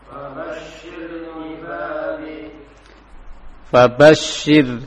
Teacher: Kalau sir, sir ke atas berarti itu tebal. Jangan diangkat suaranya ke atas. · Term: sir tipis